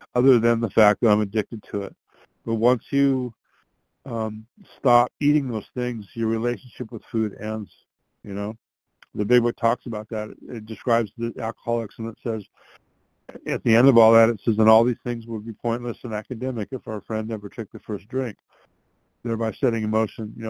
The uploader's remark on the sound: from the 100 Pounders Phone Meeting, 12/8/22